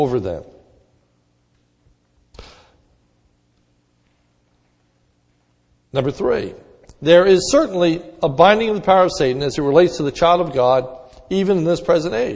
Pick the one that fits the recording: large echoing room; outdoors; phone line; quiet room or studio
large echoing room